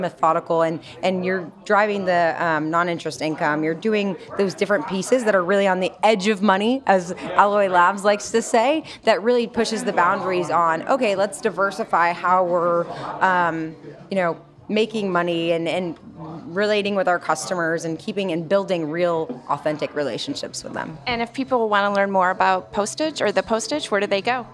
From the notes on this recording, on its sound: South By Southwest 2023: LIVE Street Interviews. Sunrise Banks team heads to Austin every March.